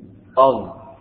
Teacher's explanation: طرف اللسان مع أطراف الثنايا العليا · Term: حروف لثوية